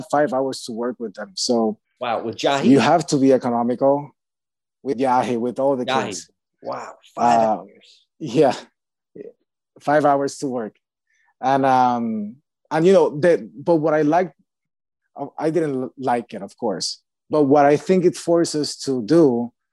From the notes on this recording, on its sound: virtual Q&A